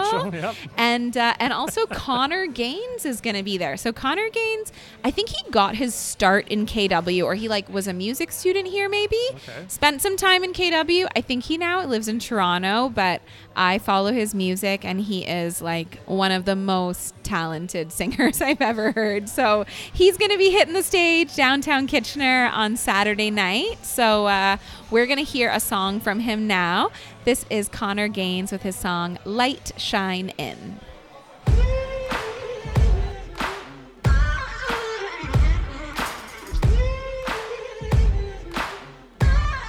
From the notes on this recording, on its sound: LIVE from AOK. AOK Craft Beer + Arcade in Downtown Kitchener.